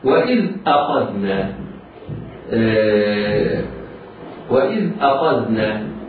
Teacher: همزة أخذنا مرققة بعدها الخاء مفخمة بعدها الذال مرققة